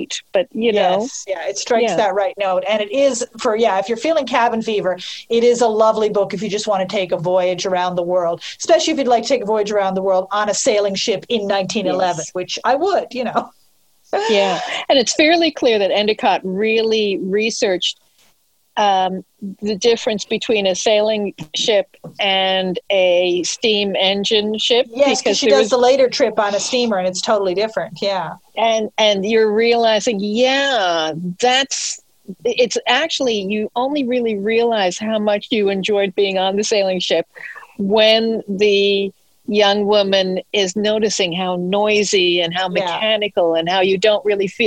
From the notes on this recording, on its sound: I got three good friends together via Zoom